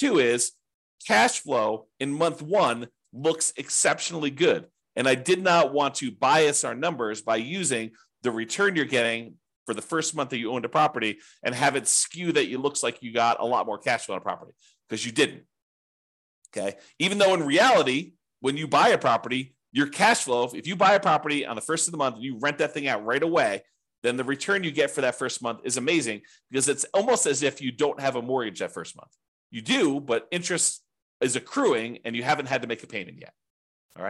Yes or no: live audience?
no